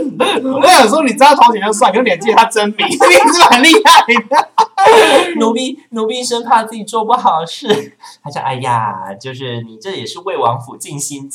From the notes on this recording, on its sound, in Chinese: 抱歉這一集因為錄音設備設定問題，導致聲音不盡理想